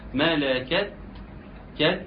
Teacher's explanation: التاء علشان تظهر لو أنت ما عملتلهاش همس سنة هوا خفيفة مش هتظهر التاء خالص · Term: الهمس